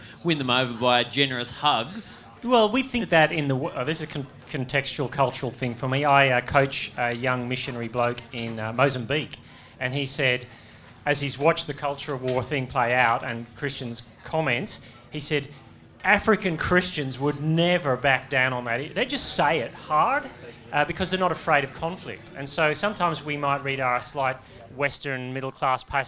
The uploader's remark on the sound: Live from Multiply18